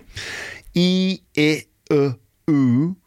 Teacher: the way that the lips go from wide to sort of gathered together